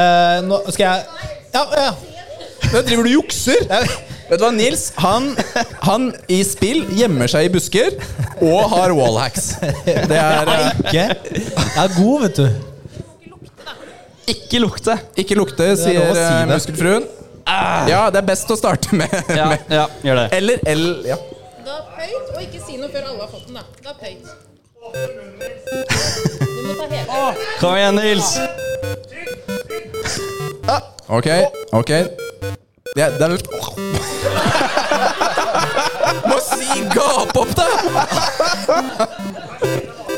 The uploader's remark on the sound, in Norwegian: Mai hadde vi LIVE SHOW på Tilt i Oslo sammen flere andre spillpodcaster! Vi kjørte mer show enn podcast, men lanserer uansett opptaket til de som ikke var der.